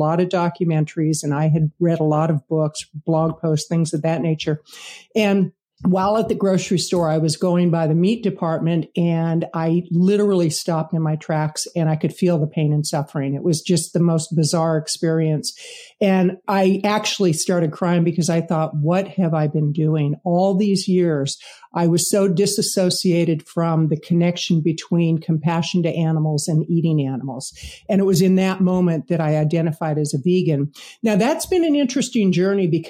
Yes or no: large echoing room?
no